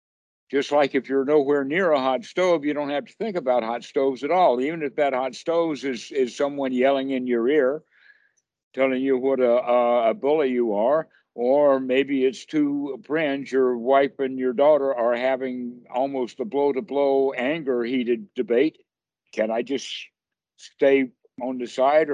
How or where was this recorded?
video call